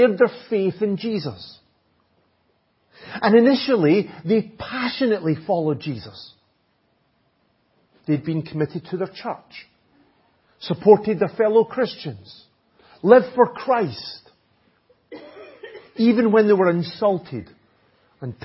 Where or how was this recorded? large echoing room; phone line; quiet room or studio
large echoing room